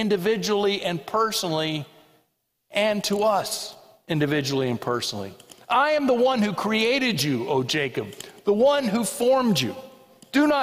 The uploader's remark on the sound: This sermon was preached at the 11:00am Worship Service at First Presbyterian Church of Allentown.